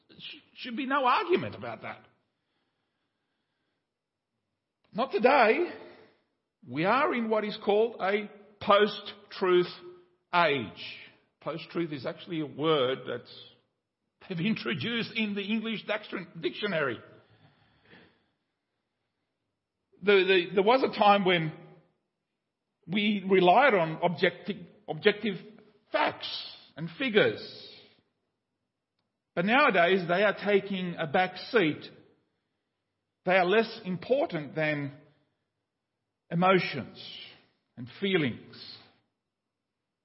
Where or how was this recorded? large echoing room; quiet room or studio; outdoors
large echoing room